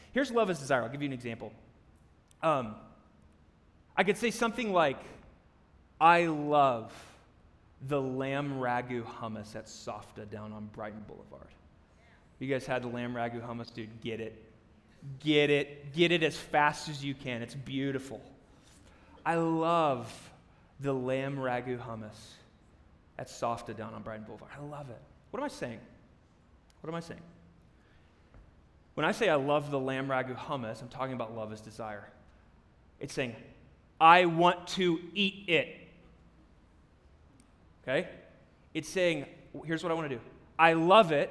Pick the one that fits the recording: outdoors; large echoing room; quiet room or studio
large echoing room